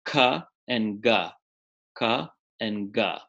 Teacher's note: So the stopping of the flow of air is at the back of the throat · Term: velar sounds